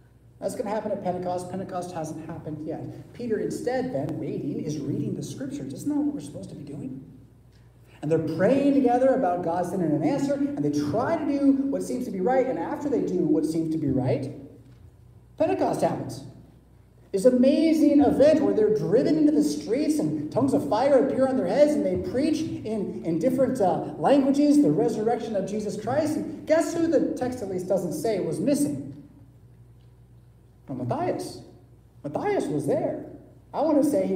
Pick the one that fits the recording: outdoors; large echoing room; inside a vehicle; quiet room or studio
large echoing room